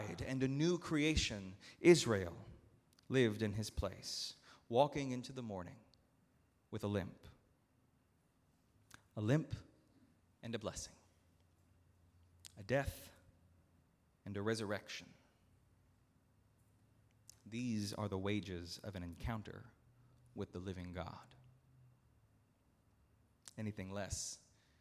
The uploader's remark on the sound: at Northminster Church on October 20, 2019